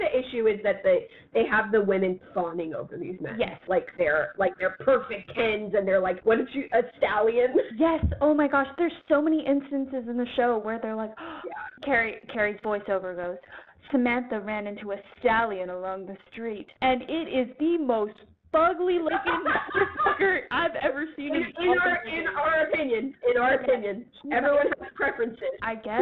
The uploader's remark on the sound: Apologies for the audio quality, we had some technical difficulties